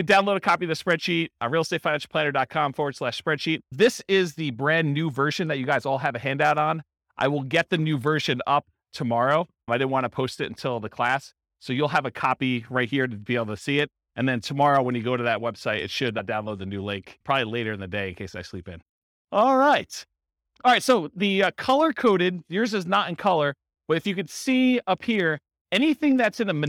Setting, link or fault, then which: setting, live audience